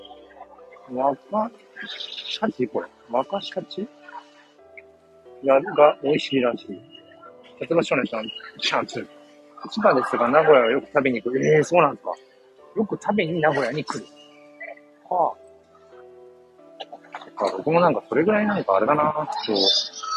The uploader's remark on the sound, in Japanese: 人生初の名古屋駅周辺を散策中。